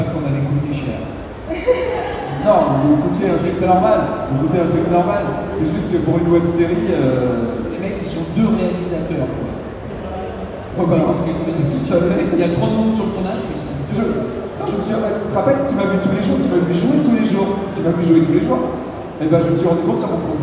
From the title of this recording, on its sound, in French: Conférence TGS 2017